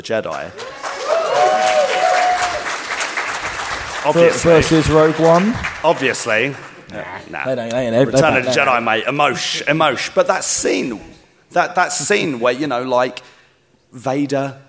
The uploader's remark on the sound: We went LIVE at Star Wars Celebration with our panel on the Holonet Stage and HERE is the panel itself! Get the audience involved too. ALSO, our Bib's Bash live appearance and quiz is included.